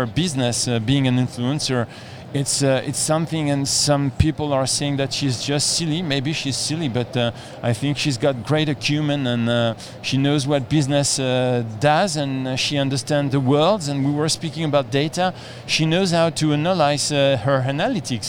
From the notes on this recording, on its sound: here is a podcast recording we made at the event